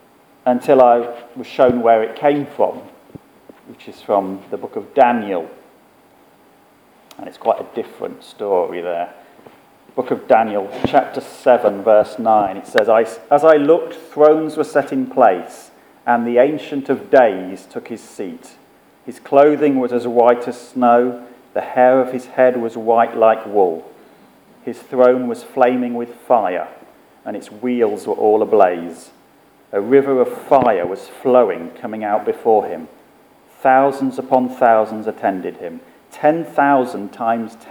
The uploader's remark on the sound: Our sermon from the 9am service